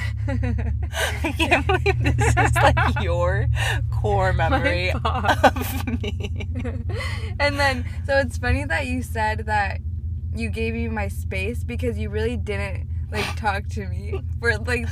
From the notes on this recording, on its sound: We are in the car next to a Starbuck's Drive Thru after all.